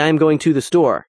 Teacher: the difference between to the store is not something that you can easily cut out. The sounds tend to blur into one another.